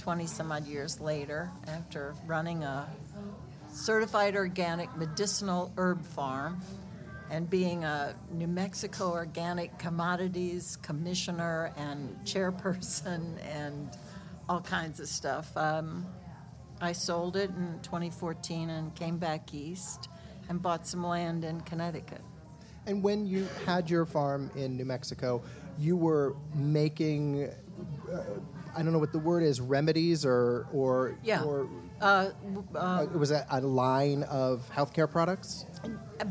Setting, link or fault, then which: setting, busy venue